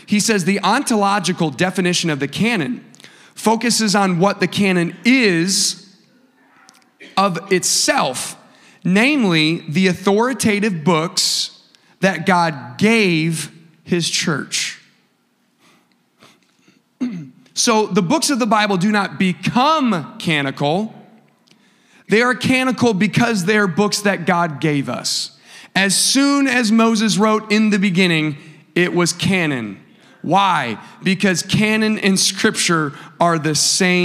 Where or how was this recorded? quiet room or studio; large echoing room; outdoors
large echoing room